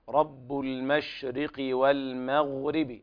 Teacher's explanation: ويلاحظ هنا عدم تفخيم الميم في قوله تعالى والمغرب، لمجاورة الميم حرف من حروف الاستعلاء